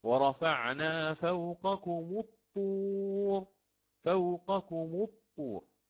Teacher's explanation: فضممت ميم الجمع تخلصا من التقاء الساكنين لأن الميم ساكنة وهمزة الوصل على السكون.